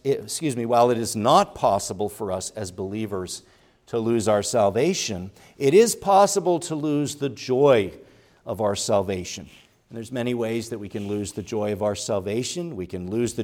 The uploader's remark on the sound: preached at Grace Orthodox Presbyterian Church in Sewickley, PA, during the evening Worship Service on Sunday, November 12, 2023